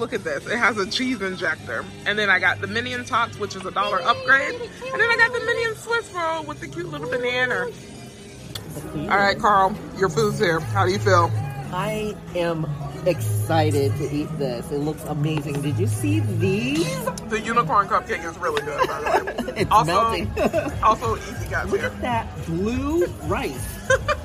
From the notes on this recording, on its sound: We go on location to a local board game convention, QuestCon. We’re on location and ready to play.